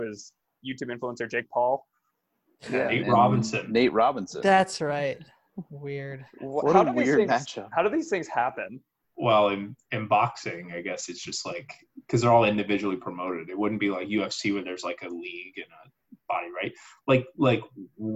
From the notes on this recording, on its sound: Who's In The Zoom Room? Send out a Zoom invite to a few old guests at the beginning of the podcast and eagerly wait to see who joins the conversation.